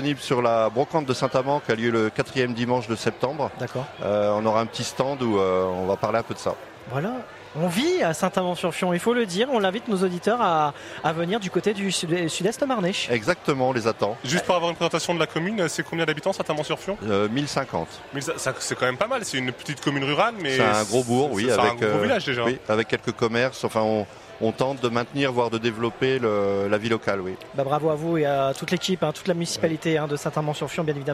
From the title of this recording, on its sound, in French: RCF en direct de la 77e Foire de Châlons